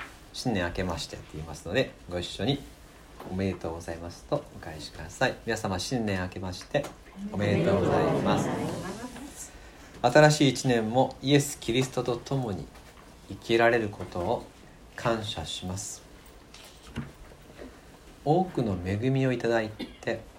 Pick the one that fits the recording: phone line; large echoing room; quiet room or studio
large echoing room